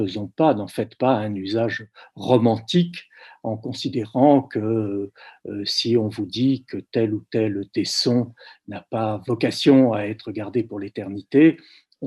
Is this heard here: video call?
yes